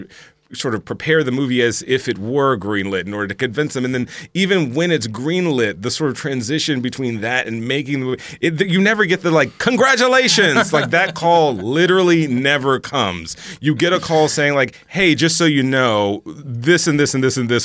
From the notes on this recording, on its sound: This episode was recorded at 21Soho - Bringing you the best of the best comedians to the biggest comedy stage in Soho!